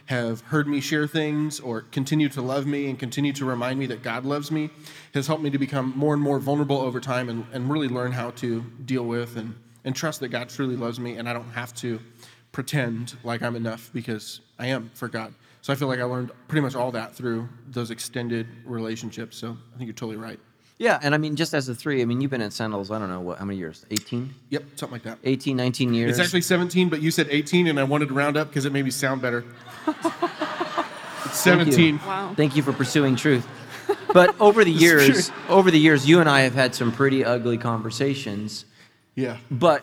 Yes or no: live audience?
yes